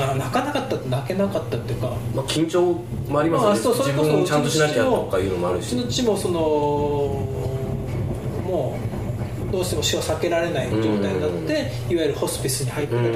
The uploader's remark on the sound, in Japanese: 技術的なミスにより通常よりかなりききずらい仕上がりになっております